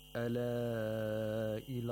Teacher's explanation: أَلَا إِلَى، we have مَدُّ الْمُنْفَصِلِ here, so you have to lengthen this مَد either to two, four, or five vowel counts.